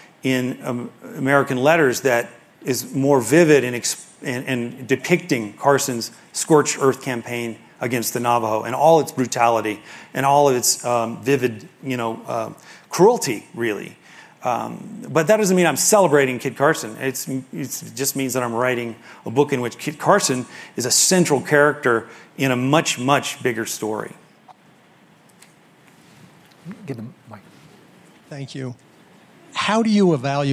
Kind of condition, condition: setting, live audience